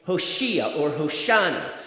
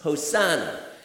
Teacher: there's no sh sound in Greek, so it's a s